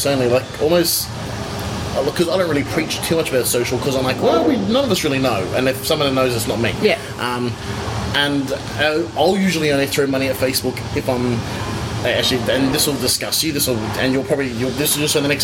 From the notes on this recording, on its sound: an apologize for a kitchen in the background when we're recording in Brisbane